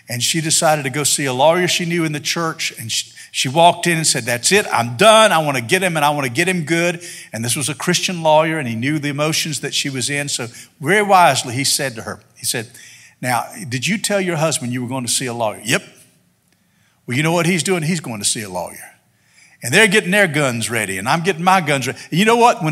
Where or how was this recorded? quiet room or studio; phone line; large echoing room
large echoing room